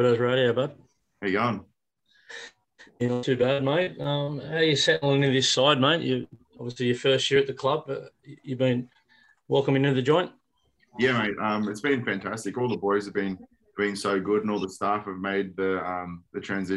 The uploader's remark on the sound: Chat to the media via Zoom.